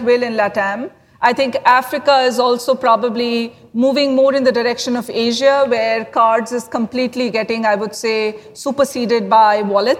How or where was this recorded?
busy venue